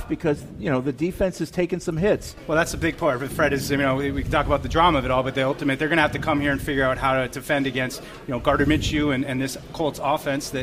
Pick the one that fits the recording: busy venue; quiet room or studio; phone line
busy venue